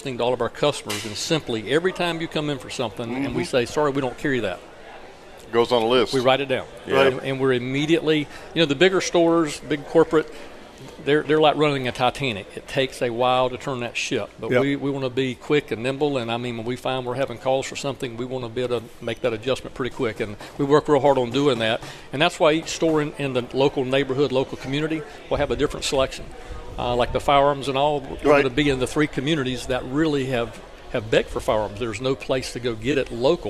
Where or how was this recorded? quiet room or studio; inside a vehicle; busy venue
busy venue